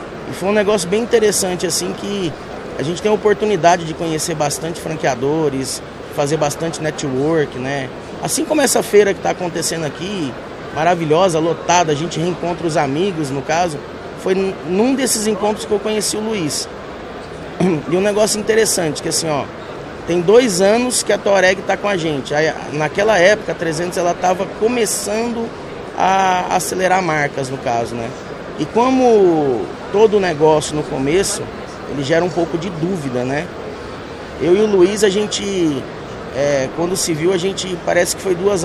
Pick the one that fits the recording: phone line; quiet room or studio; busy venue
busy venue